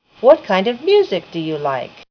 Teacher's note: Using falling intonation on WH questions. Listen to the falling intonation in these WH questions.